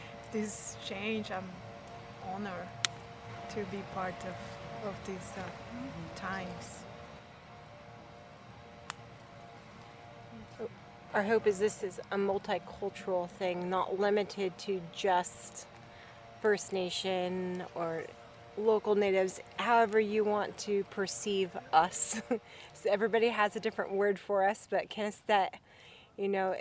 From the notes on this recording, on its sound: It features voices from the First Wailaki Cultural Burn in Southern Humboldt in 150 years, which happened at the So Hum Community Park. I was honored to be on site with the cultural burn crew, and my tape recorder.